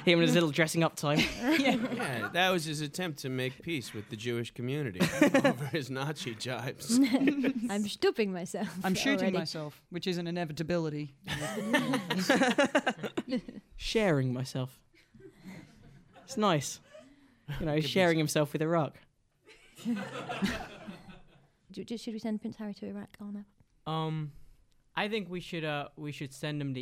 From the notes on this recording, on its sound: Answer questions on current events from the audience at the Soho Theatre in London.